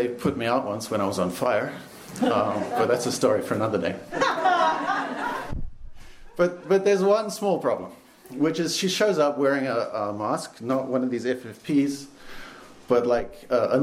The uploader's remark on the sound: Recorded in February 2023 at our Berlin show.